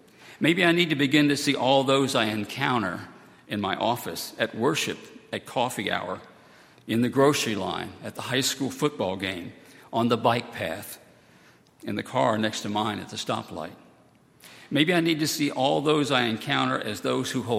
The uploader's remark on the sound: on Sunday, August 12, 2018, at Highland Baptist Church.